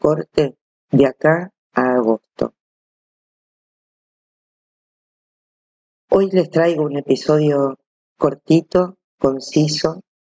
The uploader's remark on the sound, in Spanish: Ante todo un LO SIENTO gigante, audio muy sucio. Elegí publicar igualmente, no llegamos a tiempo para regrabar.